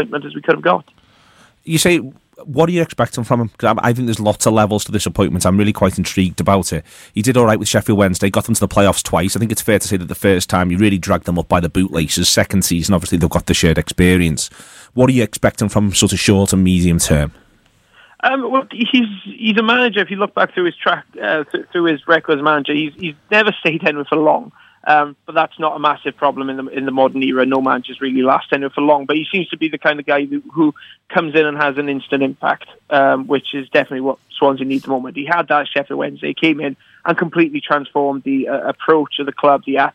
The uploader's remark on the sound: On today's Friday show we were joined on the phone